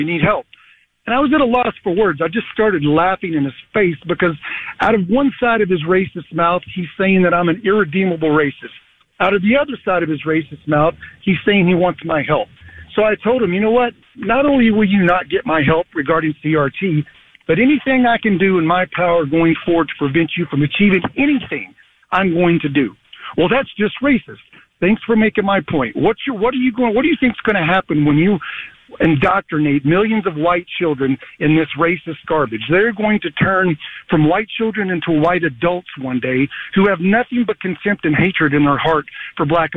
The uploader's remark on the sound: From NewsRadio 740 KTRH in Houston. Goes to the phones to take your calls.